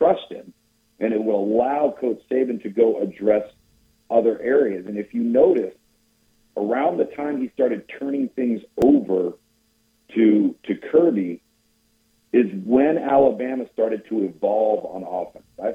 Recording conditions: phone line